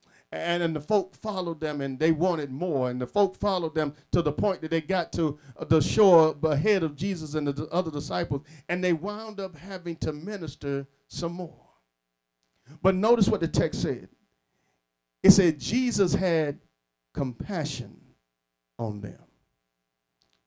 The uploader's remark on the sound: Sermon preached from Wesley AME Zion Church